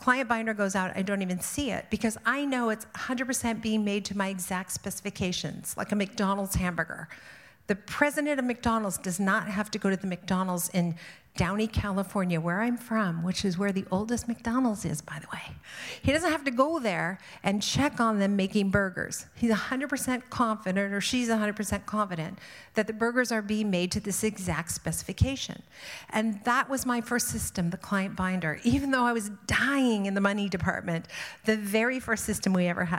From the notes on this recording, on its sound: Live at IDS Toronto. Spoke to a sold-out crowd.